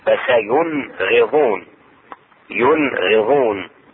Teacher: النون الساكنة عند الغين تظهر